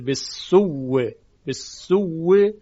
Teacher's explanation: در اینجا همزه سوء رو تبدیل به واو کرده و واو رو در واو ادغام کرده، بنابراین اینطوری میشه به سوء و بعد از اون الا خونده میشه.